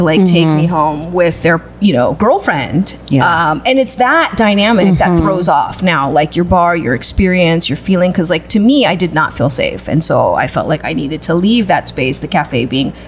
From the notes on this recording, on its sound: Are on location at Mother Bar located in the historic Mission District of San Francisco.